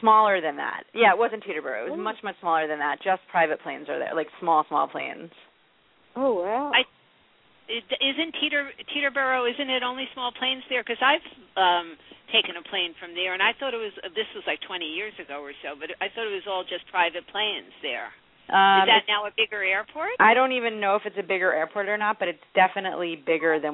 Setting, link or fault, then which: link, phone line